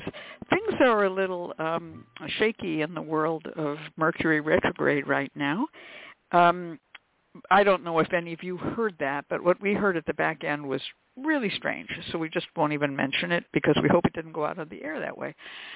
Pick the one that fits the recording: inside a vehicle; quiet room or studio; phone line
phone line